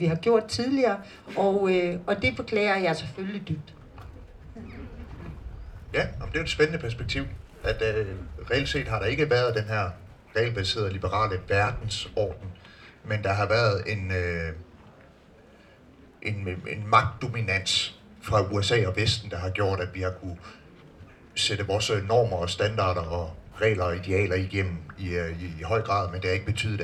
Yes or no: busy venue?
yes